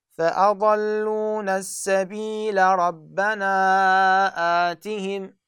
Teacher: في حال الاتصال تسقط الألف